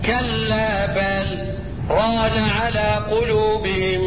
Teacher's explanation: لماذا؟ لأنه يسكت على اللام سكتة لطيفة مقدارها حركتين، والسكت يمنع أو يتنافى مع الإضغام